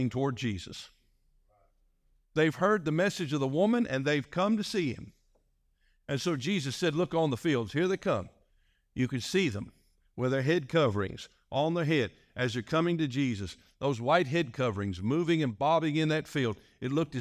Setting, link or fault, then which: setting, large echoing room